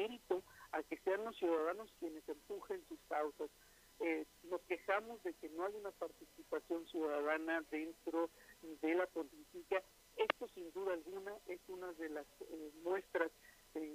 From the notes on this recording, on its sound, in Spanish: Entrevistamos vía telefónica.